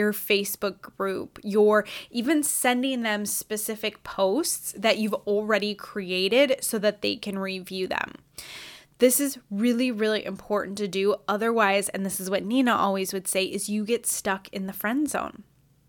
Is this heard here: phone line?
no